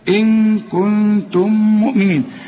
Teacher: والميم الأولى بتضغم في الميم الثانية ولازم تغني